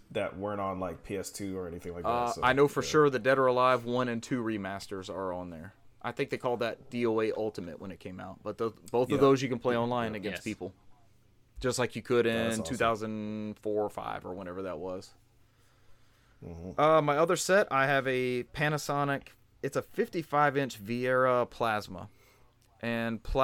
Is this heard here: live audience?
no